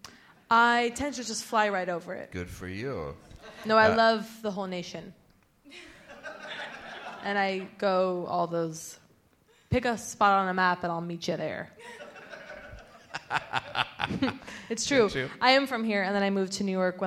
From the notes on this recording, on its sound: direct from the Hammer Museum in Los Angeles